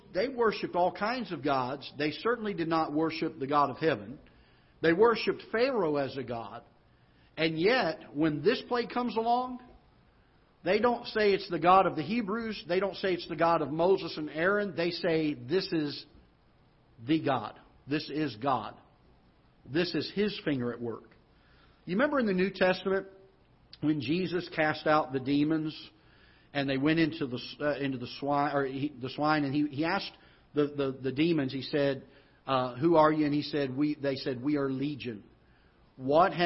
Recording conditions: large echoing room